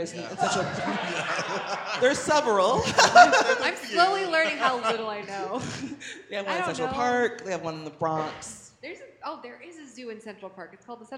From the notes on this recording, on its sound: It's a LIVE show!